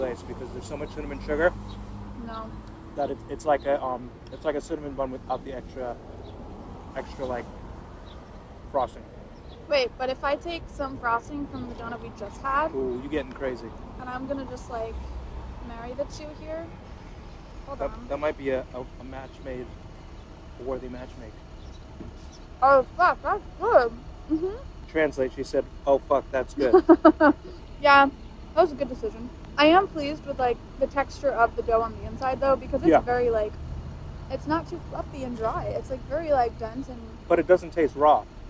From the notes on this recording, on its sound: This is a first run of that experience in real-time, with literal munches on doughnuts as well as a lot of background noises happening during this recording. The recording is a little crude, as we decided to do an impromptu recording on our phones sans podcast equipment. Since it was our first test run, technical difficulties ensued during the process, which was caught in the audio.